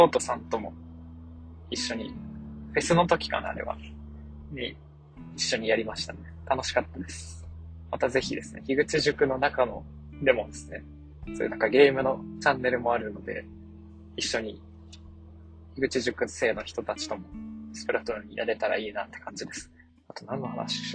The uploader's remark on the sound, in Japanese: 2022年9月30日の夕方、運転中の車内にて収録